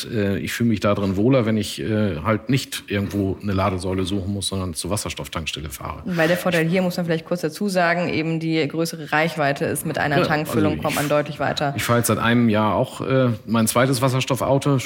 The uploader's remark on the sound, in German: Diesmal live vom Handelsblatt Wasserstoffgipfel in Salzgitter.